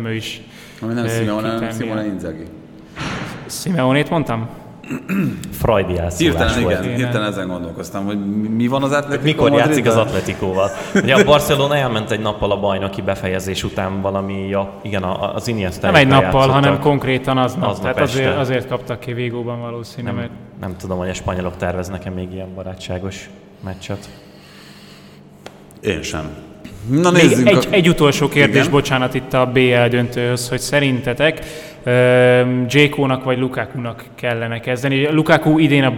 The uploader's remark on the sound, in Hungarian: A közönségtalálkozó felvételét próbáltuk minél gyorsabban közölni